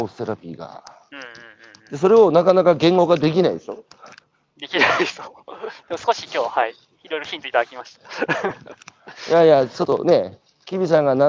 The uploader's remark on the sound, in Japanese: 歩きながら1時間、対談する。